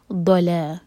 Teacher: ضاد کے لیے ہم زبان کی ٹپ نہیں یوز کرتے، زبان کا سائڈ یوز کریں گے ورنہ مخرج ڈفرینٹ آئے گا